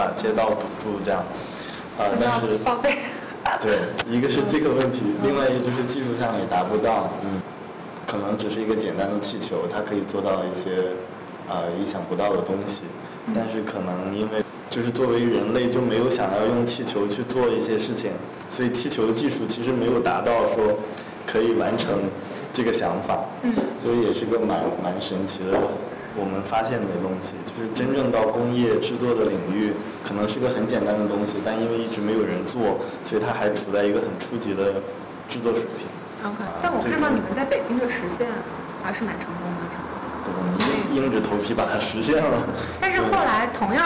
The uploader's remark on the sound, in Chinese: 天很冷，录音很粗糙。